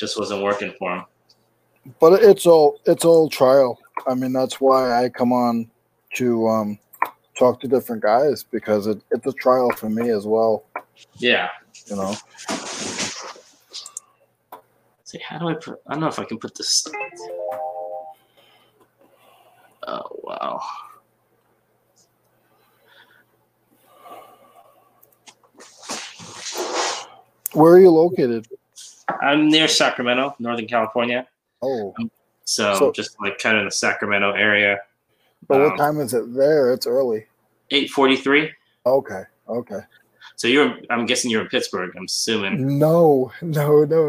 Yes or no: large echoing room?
no